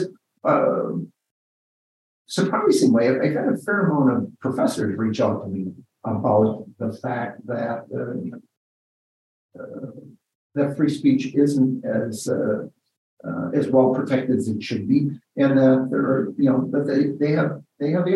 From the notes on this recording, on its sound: In a Zoom interview.